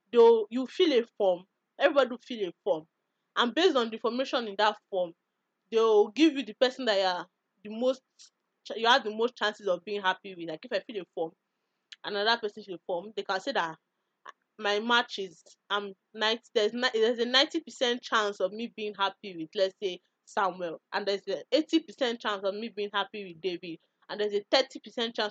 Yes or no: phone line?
no